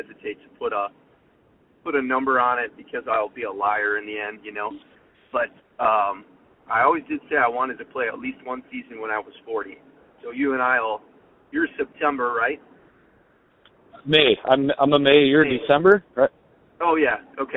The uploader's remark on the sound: It's a simple premise: a 20-minute work commute and phone calls to local yokel amateur ballplayers, fans, managers, and characters from around western Wisconsin.